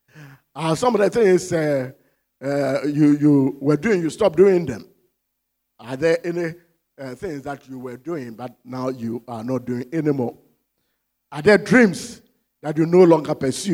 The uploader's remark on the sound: Sermon preached at CBC Shiashie Campus